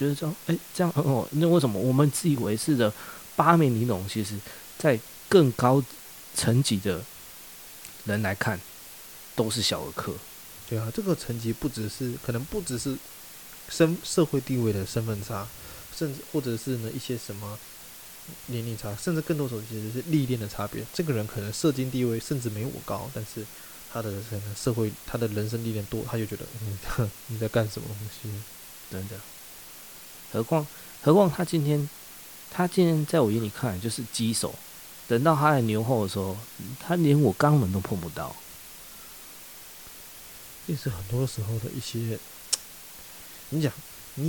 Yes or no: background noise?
yes